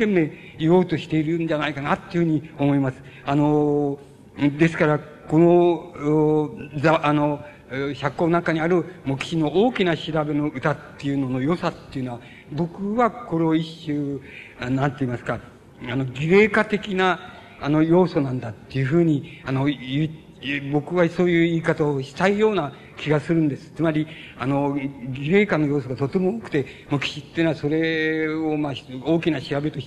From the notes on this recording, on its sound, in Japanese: 主催：斎藤茂吉記念館 場所：山形・上山市民会館。斎藤茂吉の生まれ故郷である 山形県上山市の 斎藤茂吉記念館によって行われた 斎藤茂吉追慕全国大会での講演。たいへんクリア。